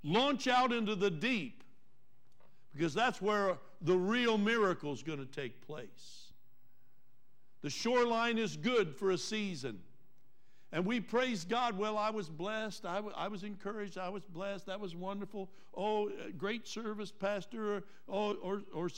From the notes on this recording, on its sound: Trinity Church Live